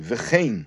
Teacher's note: the word v'chein, we pronounce with the vowel of tzeire, v'chein, and not b'pasach with the vowel of pasach, which is v'chan shnei ksuvim.